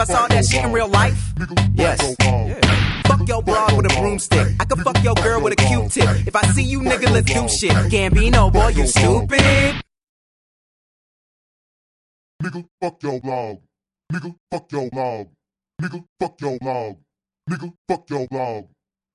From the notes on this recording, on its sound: The best moments from our live broadcast from the monthly networking event Arts, Beats, &#38; Eats which was held on May 6th, 2012. The best moments from our live broadcast from the monthly networking event Arts, Beats, & Eats.